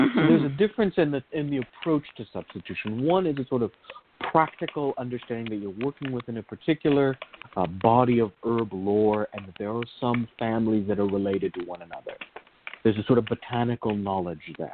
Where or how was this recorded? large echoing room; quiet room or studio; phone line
phone line